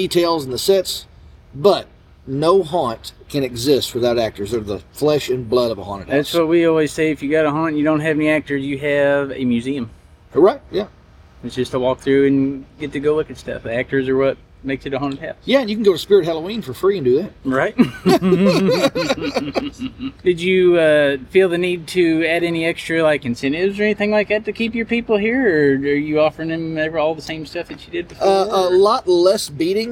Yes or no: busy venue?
yes